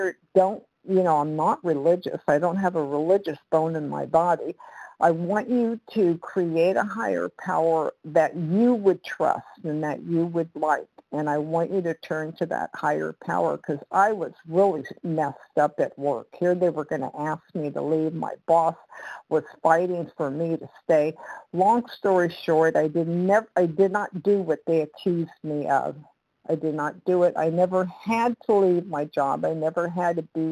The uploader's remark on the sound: 100 Pounders Phone Meeting